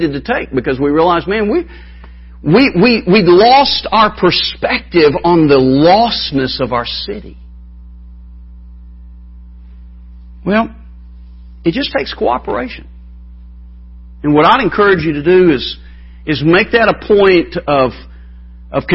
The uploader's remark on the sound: Wednesday Evening Revival Service